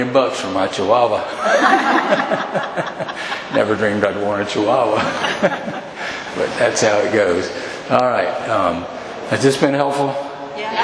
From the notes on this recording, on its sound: At the 2023 Spring Equine Affaire in Columbus Ohio. Presented/recorded on April 16th, 2023 on the Seminar Stage Voinovich Center.